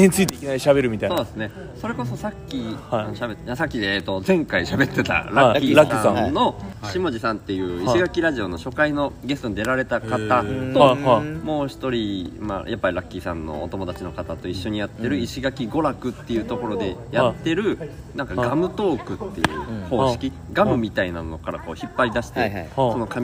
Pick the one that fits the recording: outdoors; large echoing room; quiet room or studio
outdoors